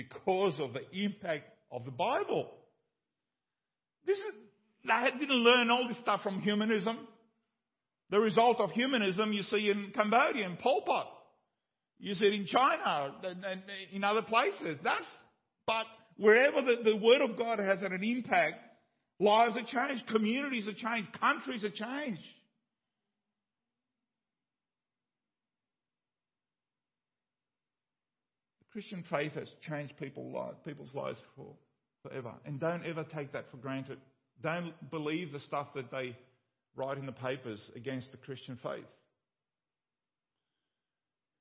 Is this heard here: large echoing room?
yes